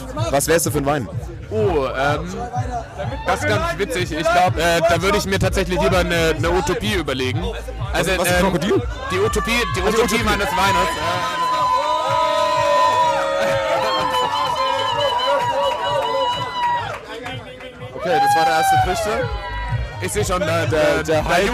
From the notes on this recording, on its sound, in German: Direkt aus dem Herzen des malerischen Mahagoni Festivals, im Puls elektronischer Tanzmusik die leise im Hintergrund läuft während der Boden leicht vibriert. Von der Seite schiebt sich ein randvoller Bier-Trichter ins Bild, während die wundervoll bunten und empathischen Besucher dieses Festivals einen Einblick ins Festivalgeschehen bieten.